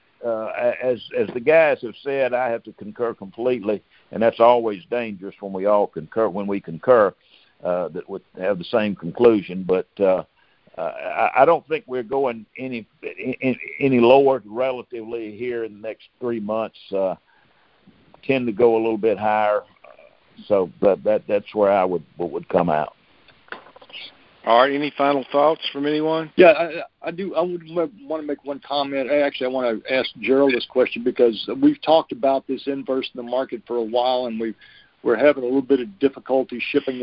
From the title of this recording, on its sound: Monthly Conference Call